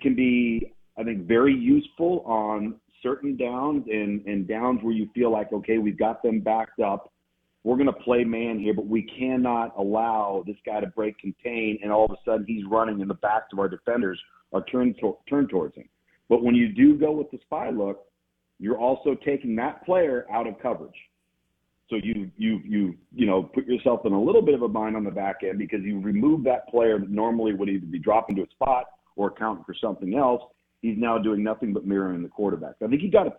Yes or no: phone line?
yes